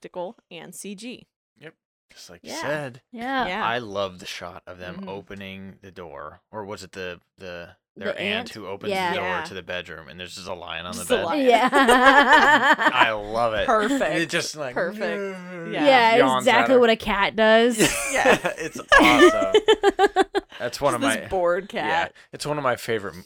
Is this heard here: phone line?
no